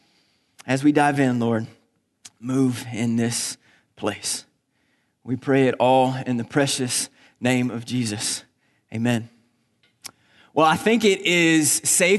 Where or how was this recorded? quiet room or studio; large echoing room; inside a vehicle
large echoing room